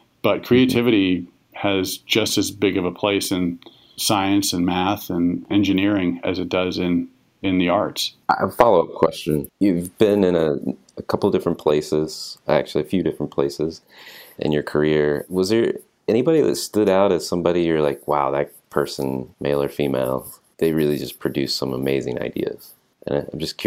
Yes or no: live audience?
no